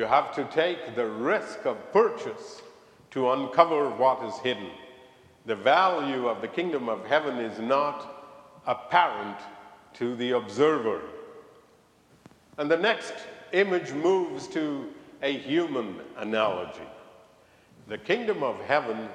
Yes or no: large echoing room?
yes